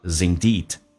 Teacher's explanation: is 的 z 跟 indeed 有一个连音